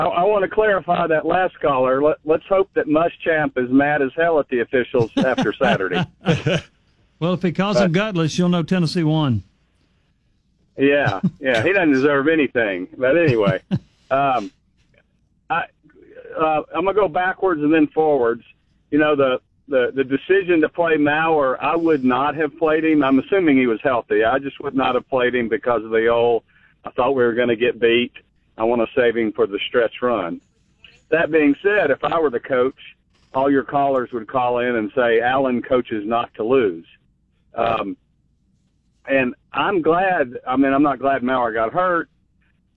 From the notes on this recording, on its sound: As well as taking your phone calls about all things sports.